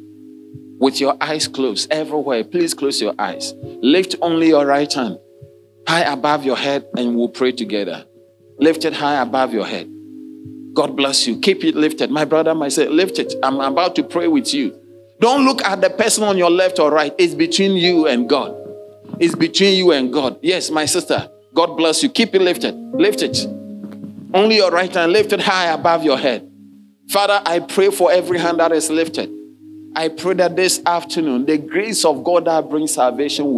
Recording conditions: large echoing room